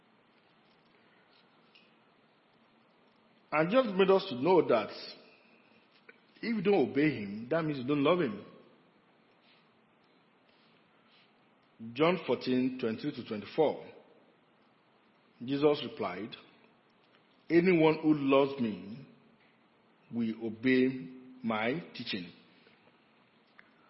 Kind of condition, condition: setting, large echoing room